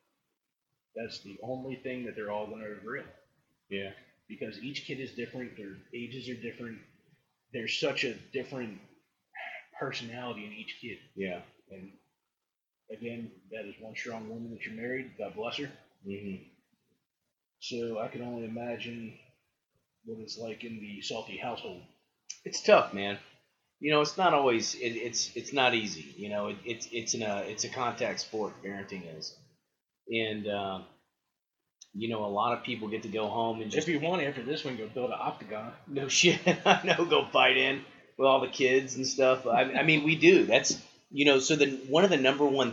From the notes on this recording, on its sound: I apologize for the sub par audio. I tried a new method of recording and it didn't go well.